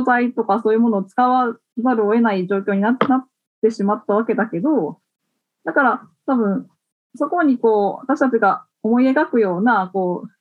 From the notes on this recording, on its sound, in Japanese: みんなでつくる中国山地百年会議 の会員限定で開かれる 市 （オンライン交流会）での公開収録。